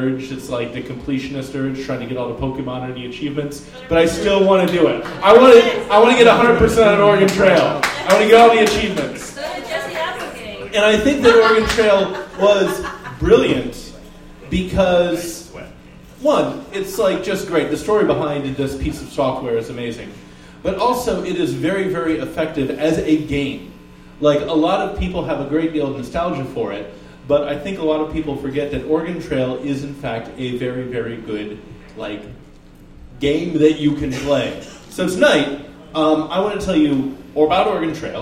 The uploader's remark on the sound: Live at the Jack London